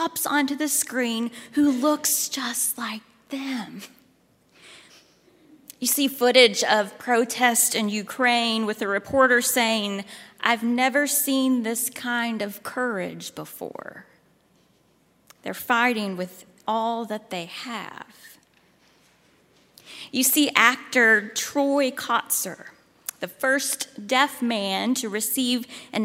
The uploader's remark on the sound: at Highland Baptist Church, Louisville, Kentucky